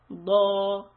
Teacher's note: Fatha makes the sound do. Again, I'm elevating the back of my tongue. And at the same time, I'm making the shape of a spoon with my tongue. And I'm lifting my tongue upwards. · Term: dod